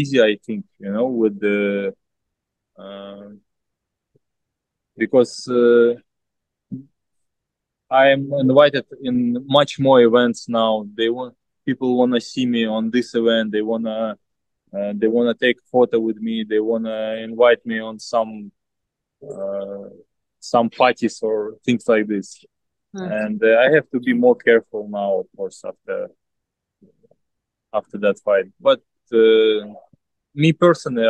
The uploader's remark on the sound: via Zoom